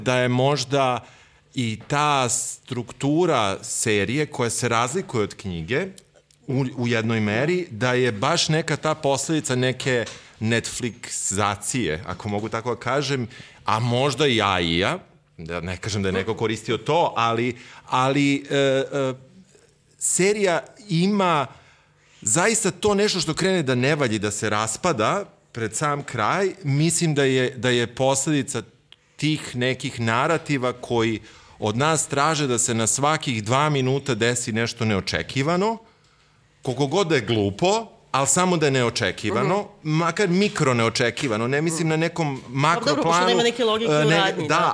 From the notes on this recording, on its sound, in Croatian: koju smo snimali uživo pred publikom od skoro osamdeset ljudi